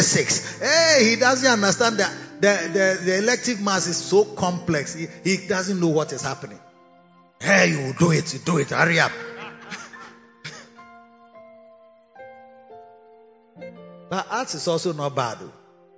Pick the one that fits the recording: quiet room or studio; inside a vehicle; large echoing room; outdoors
large echoing room